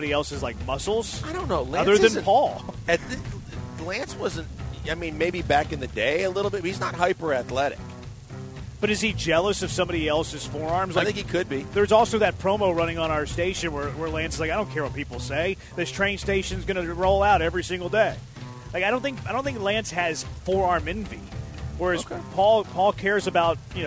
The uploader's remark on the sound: LIVE from Drift Bar in the Heights!